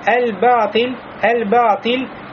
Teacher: Мы не будем говорить «Аб-Батиль», «Аб-Батиль». То есть «Лям» ввести в «Б» тяжело, потому что «Б» у нас губной звук, а «Лям» языковой.